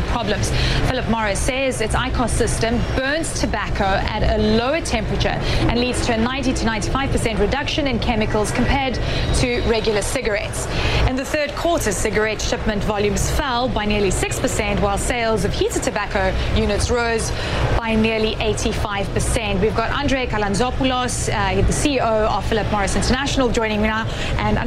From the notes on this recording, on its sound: live from outside the Houses of Parliament